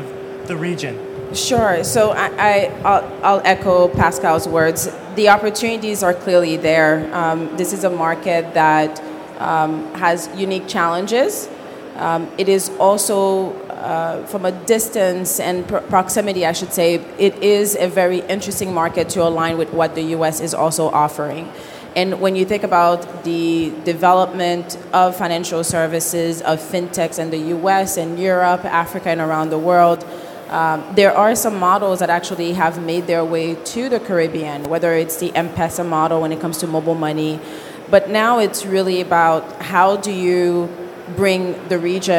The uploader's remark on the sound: This recording is from Fintech Nexus USA held at the Javits Center in New York City on May 10-11, 2023. From the Innovation Zone.